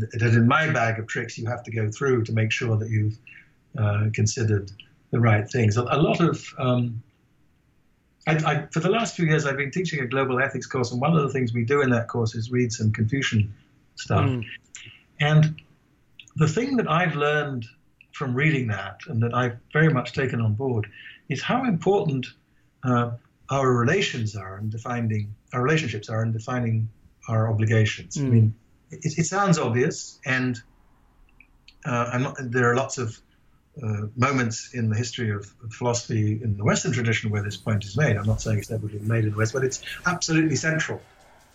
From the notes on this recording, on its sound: This remote Science Salon was recorded on August 21, 2018.